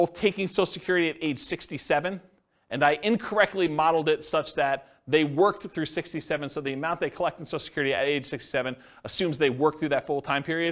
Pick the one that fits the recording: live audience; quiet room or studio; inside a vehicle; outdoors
live audience